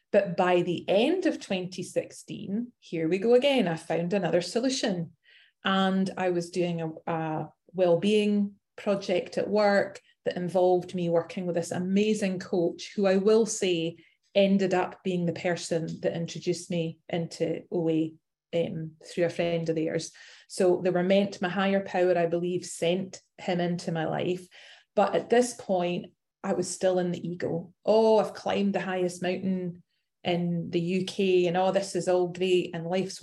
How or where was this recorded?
video call